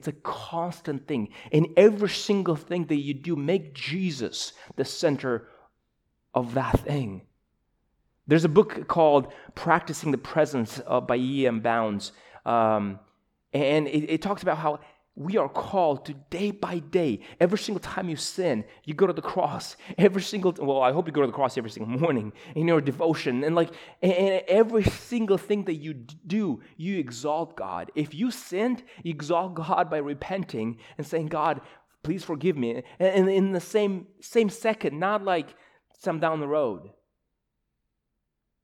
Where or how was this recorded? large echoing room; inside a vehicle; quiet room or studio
large echoing room